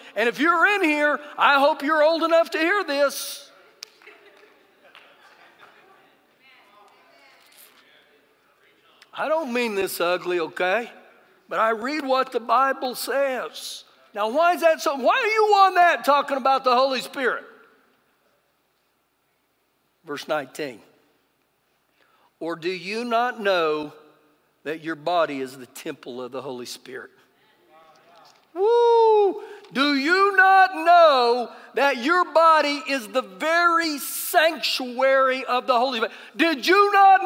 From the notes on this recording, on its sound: Recorded live during our Sunday morning service